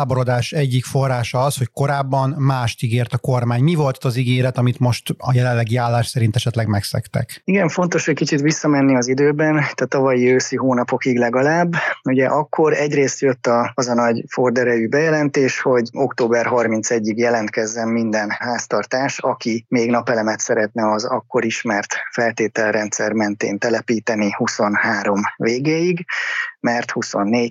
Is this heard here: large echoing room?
no